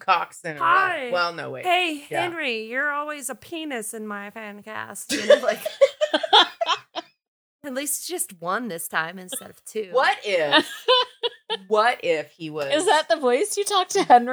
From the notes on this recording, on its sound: there are some audio issues with this episode